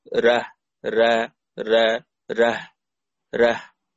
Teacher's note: ورش بيقرأ بترقيق الراء فقط، ليس له في مسألة الفتح والإمالة شيء، يعني يقرأ الراء مفتوحة كما هي